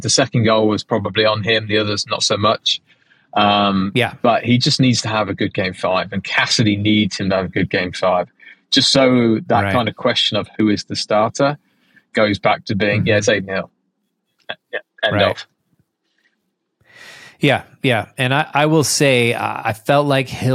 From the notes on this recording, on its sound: The guys do a car cast. Live from the road!